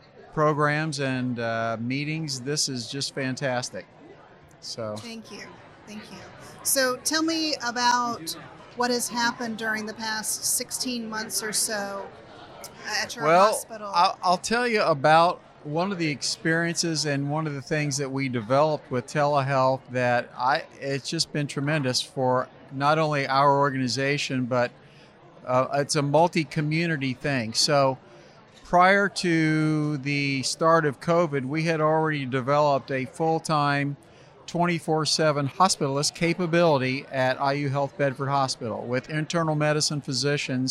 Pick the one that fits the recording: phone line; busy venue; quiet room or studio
busy venue